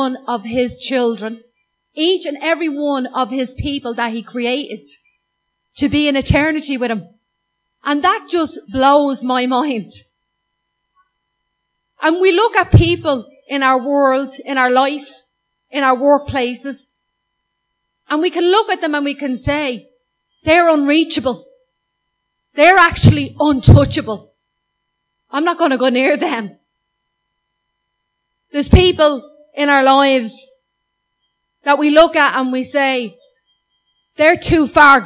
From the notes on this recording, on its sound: Recorded live at Liberty Church on 24th Feb 2019